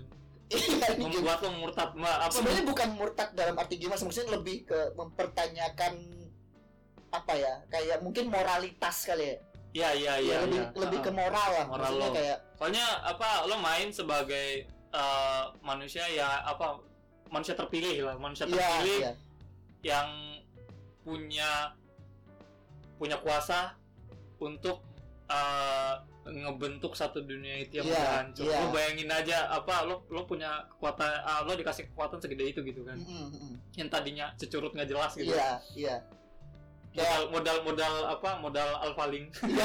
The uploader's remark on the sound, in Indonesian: HARAP MENDENGARKAN PODCAST INI TANPA MENGGUNAKAN EARPHONE ATAU SEJENIS KARENA SUARANYA CLIPPING MAMPUS.